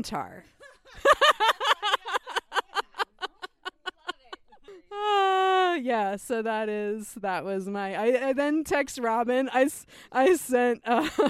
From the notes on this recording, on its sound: It was recorded by four badass podcasters poolside while sipping wine in bathing suits, but also because we all had to share one mic!